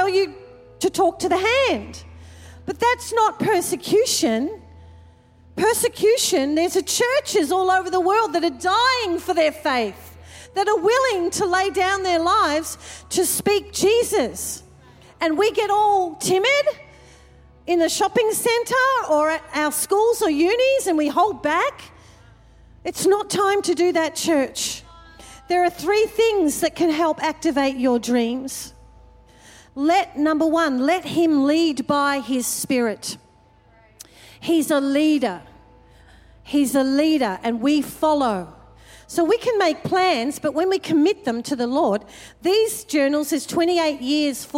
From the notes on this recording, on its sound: Recorded during our 5pm service on Sunday, the 21st of January 2024